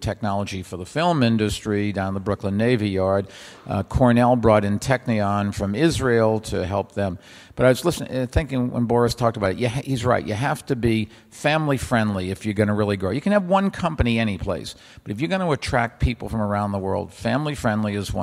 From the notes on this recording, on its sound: Recorded at CityLab 2015 in London.